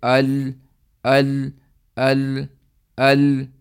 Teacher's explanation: So your tongue goes and strikes the makhraj, and then it, from the sides of the makhraj of lam, meaning from the right side and the left side, there is sound coming from your mouth. So this is the place from which the sound comes.